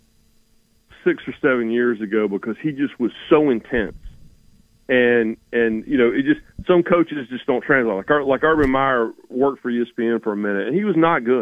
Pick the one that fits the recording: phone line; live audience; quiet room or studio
phone line